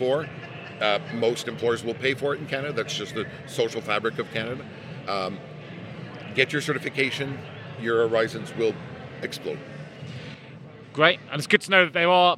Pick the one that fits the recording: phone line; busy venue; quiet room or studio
busy venue